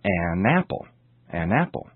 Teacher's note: The article an is used before nouns beginning with a vowel sound, such as an apple, an apple. Notice how the n sound, n, is linked to the word which follows it.